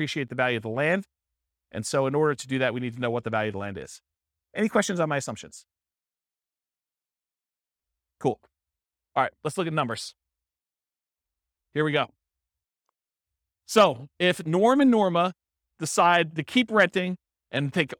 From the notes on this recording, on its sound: This was a live class recorded